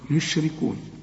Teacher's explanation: طلع لي الراء مكسورة ومرققة